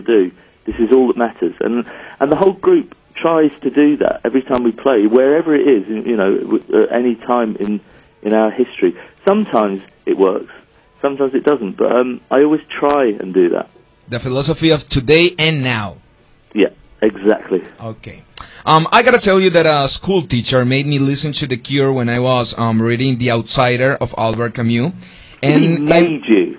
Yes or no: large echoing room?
no